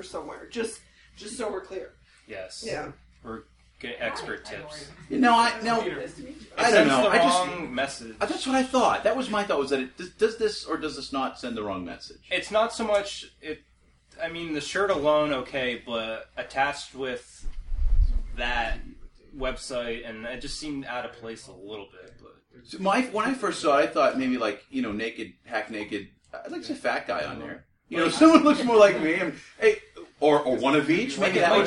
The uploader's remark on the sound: HPR at NELF 2014 Afterparty. The Zoom H1 Recorders are fantastic devices. They definitely pick up more sound than I did when the podcast was being recorded. I heard things in playback that I wish I had heard and addressed during the live recording.